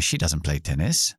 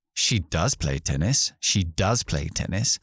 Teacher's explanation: Cuando usamos el emphatic do, ponemos énfasis, entonación, en ese verbo auxiliar cuando lo decimos · Shown in: second take